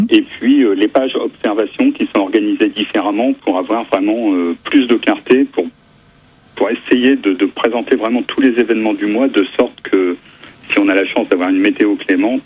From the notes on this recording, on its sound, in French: par téléphone